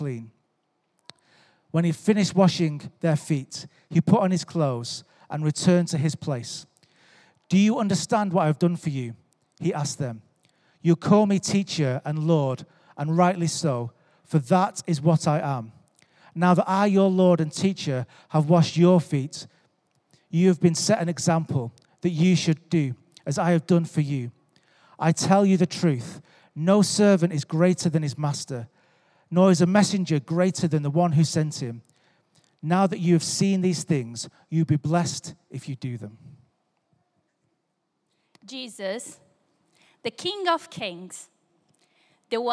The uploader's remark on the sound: Recorded Live at Life Church Lancashire on Sunday 18th February 2024.